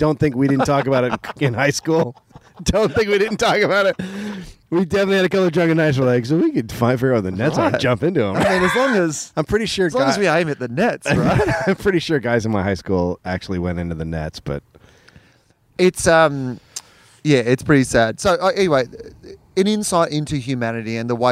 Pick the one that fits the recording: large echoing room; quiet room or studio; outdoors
outdoors